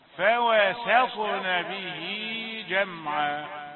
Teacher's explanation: سين رقيقة ثم تأتي الطاء المفخمة المقلقلة فوسطنا به جمعا، لأنه ربما يخطئ فيفخم السين تصير صاد، وربما تتفخم الواو قبلها فيقول فواسطنا به.